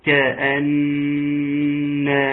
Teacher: النون مشددة نعم مشددة، تغني بمقدار حركتين لو سمحت طول زمن الغنة